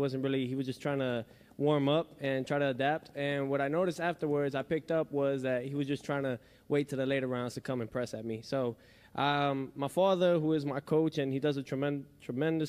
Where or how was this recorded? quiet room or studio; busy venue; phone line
busy venue